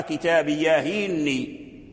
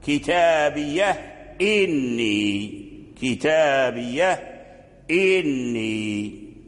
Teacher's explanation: فبعضهم أخذ الحكم عاما وقرأ كتابية إني بالنقل، حرك الهاء بحركة الهمزة وحذف الهمزة فقرأ كتابياهني، وبعضهم خالف هذا الأصل فقرأ كتاب قرأ الهاء بالساكون وحقق الهمزة كتابية إني، كتابية إني.